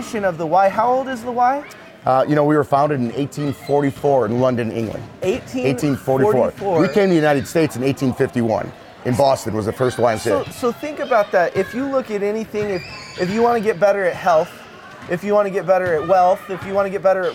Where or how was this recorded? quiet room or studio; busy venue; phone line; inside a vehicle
busy venue